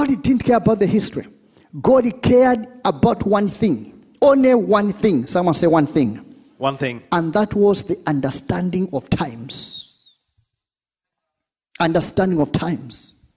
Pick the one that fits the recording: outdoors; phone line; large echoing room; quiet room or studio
large echoing room